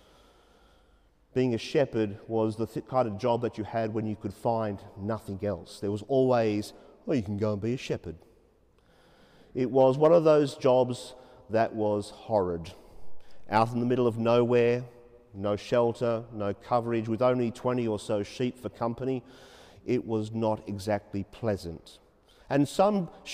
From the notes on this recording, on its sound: 30pm Saturday evening Mass in Sacred Heart Cathedral, Hamilton.